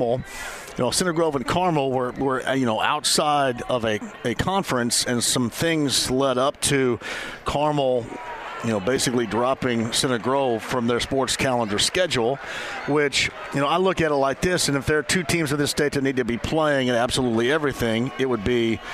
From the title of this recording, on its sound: Live From Victory Field!